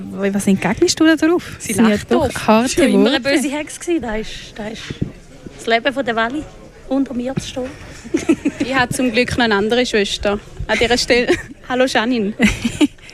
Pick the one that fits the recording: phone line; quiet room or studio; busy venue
busy venue